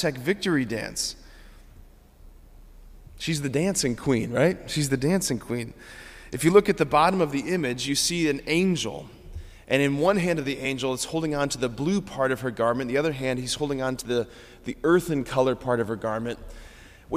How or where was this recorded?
large echoing room